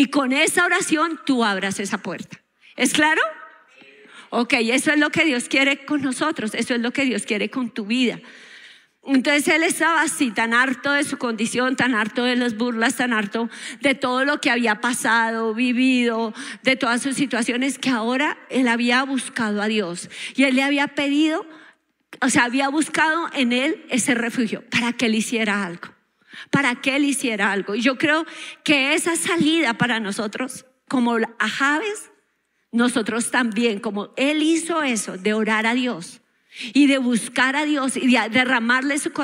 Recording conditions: large echoing room